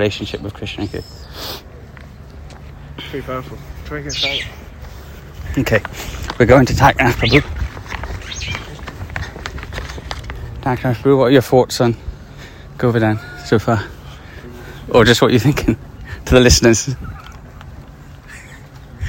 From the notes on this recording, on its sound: Live from Govardhan Hill. An episode we recorded whilst on pilgrimage in India.